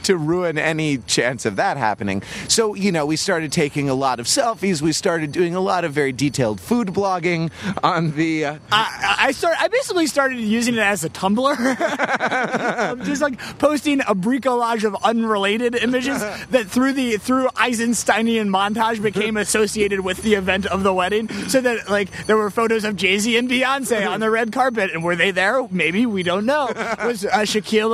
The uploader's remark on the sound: Take a walking tour of New York.